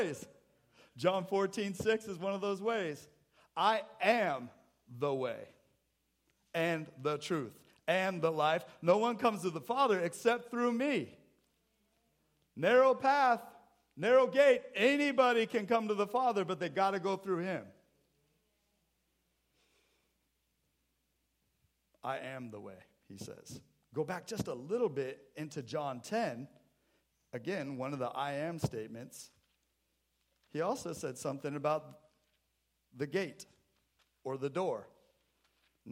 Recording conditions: large echoing room